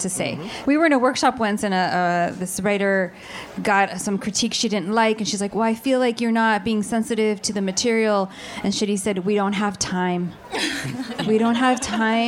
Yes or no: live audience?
yes